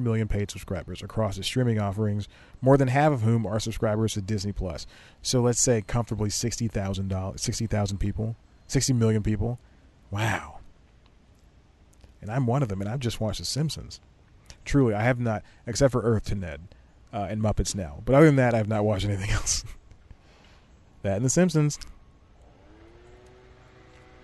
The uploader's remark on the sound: Sits in the back of his car. Shoots an entire show on his phone that only falls nine times.